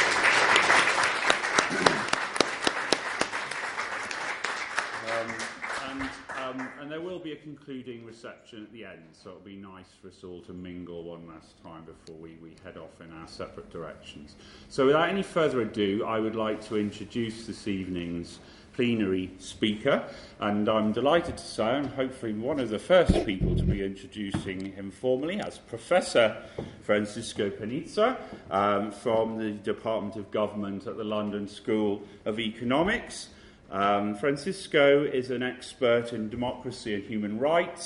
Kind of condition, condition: setting, live audience